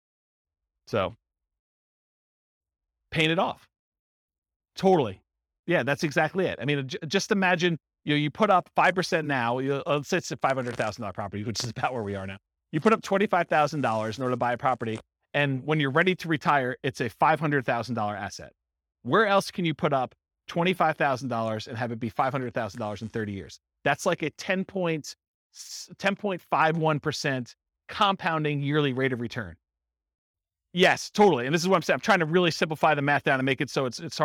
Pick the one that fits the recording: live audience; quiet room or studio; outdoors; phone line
live audience